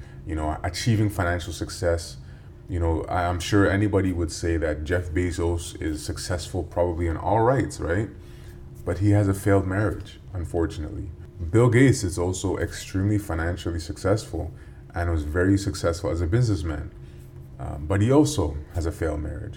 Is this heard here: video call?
no